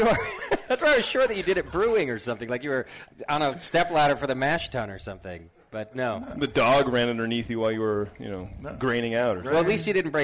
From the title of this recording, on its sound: Live at Anchor Brewing Co.